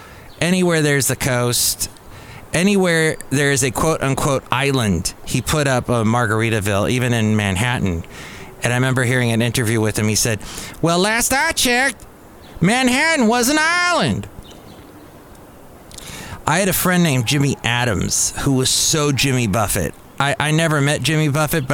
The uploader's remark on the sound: podcasts live from Café Anyway